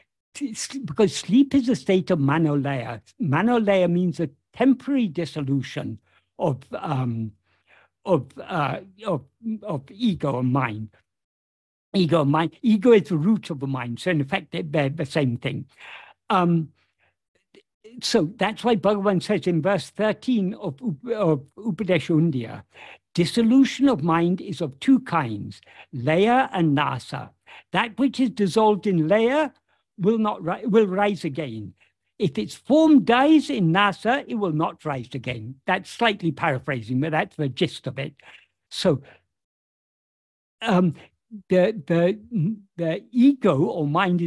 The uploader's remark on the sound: In a Zoom meeting with the Ramana Maharshi Foundation UK on 9th December 2023